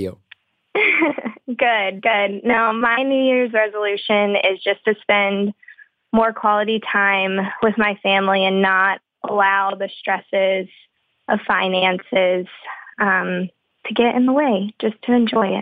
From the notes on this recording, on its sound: Beautiful Anonymous fans called in for a series of brief one minute calls